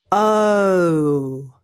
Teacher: The O sound is a combination of two sounds, a and o. Because you need to say both sounds, your tongue will lay flat and your mouth will start in an open and relaxed position and end in a rounded position.